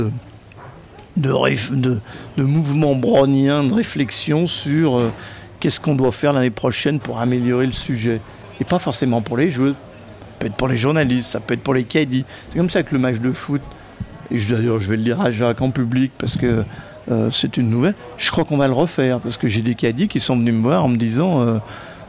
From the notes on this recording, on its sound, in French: Cette semaine émission spéciale en direct de l'Evian Championship.